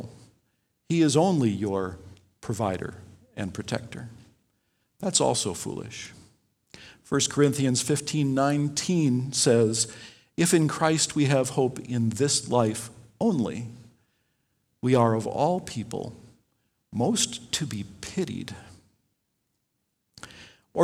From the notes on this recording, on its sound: Delivered Sunday, September 6, 2020 at Woodridge Community Church (New Berlin, WI).